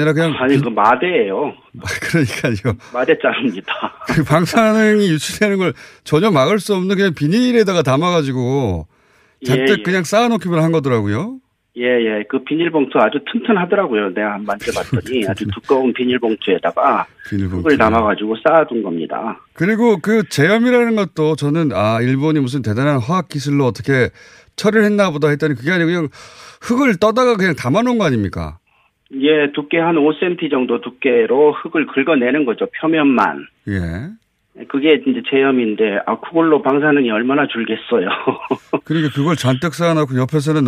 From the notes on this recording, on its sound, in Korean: 전화연결